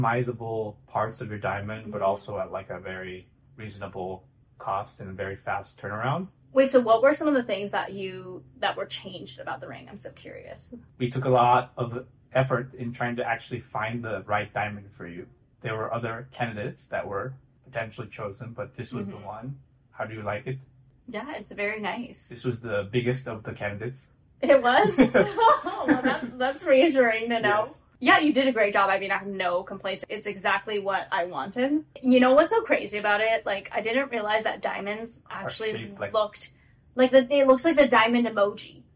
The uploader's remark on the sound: the mics stopped working (sorry in advance for the audio this week)